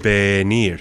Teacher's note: in the infinitive, the dictionary form, you heard venir, which is a pure E sound